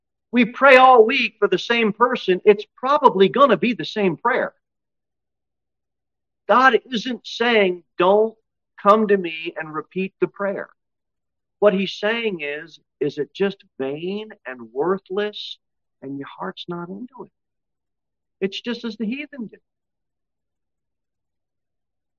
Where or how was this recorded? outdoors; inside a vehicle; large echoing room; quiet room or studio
large echoing room